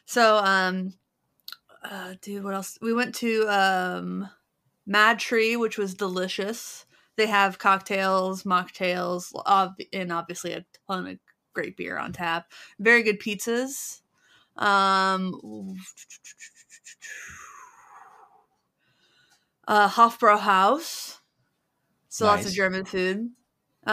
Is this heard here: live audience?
no